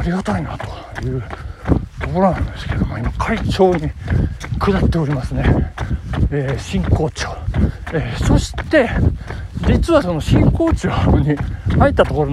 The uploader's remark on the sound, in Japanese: 信州新町を目指して峠越えした後の下りでキロ4分台での収録